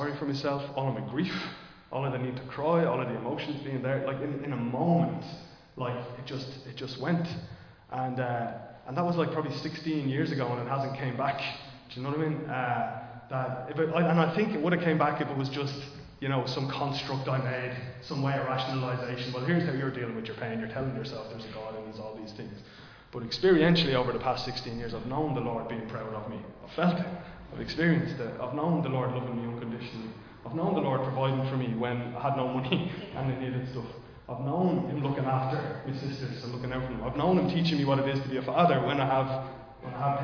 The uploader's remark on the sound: Recorded live in Liberty Church